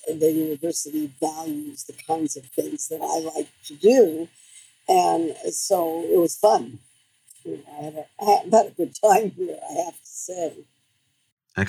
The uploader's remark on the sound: My apologies for the sound quality in this one.